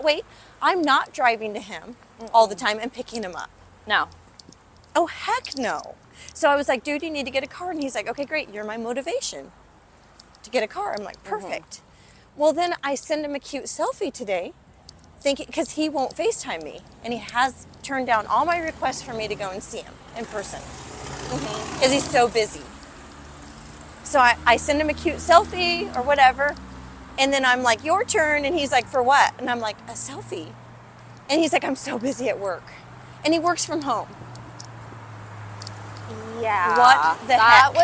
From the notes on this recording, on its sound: Walking the streets of LA.